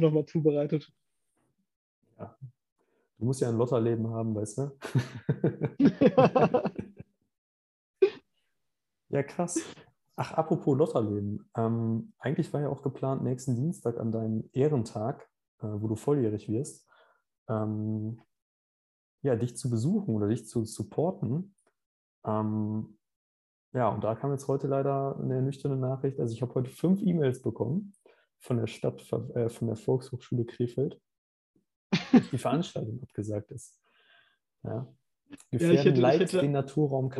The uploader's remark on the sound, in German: Ein persönliches Treffen ist gerade arbeitsbedingt nicht möglich, sodass eine Zoomung aufgezeichnet wurde